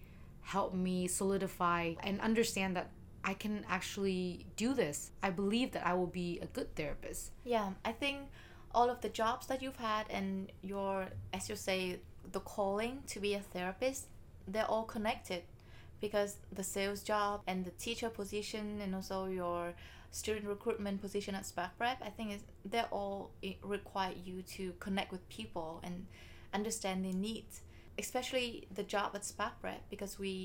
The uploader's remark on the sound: We apologize for the uneven volume, we haven’t really figured out this fancy micro yet